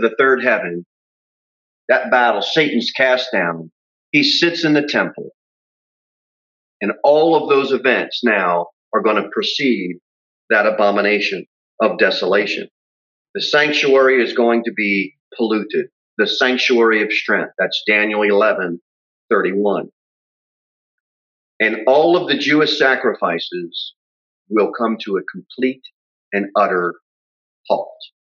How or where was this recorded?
large echoing room